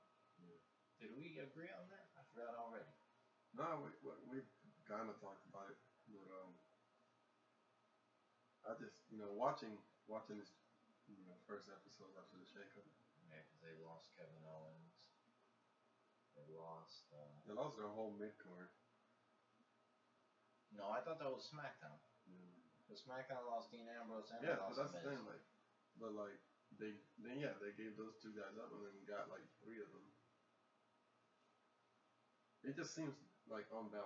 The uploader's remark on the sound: Excuse the lack of sound. Technical difficulties.